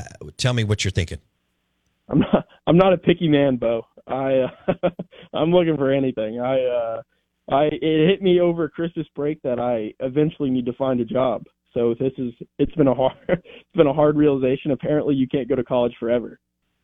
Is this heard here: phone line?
yes